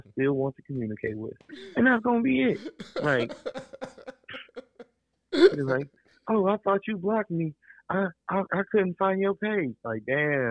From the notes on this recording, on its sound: I knocked out my first phone interview.